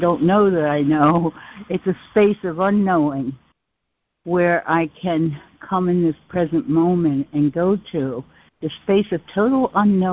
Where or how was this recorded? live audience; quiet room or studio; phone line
phone line